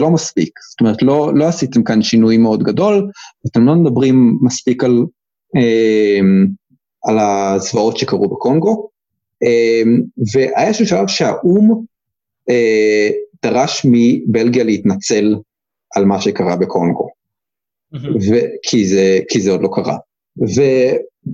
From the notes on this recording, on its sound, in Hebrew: הרמת הקלטה דרך זום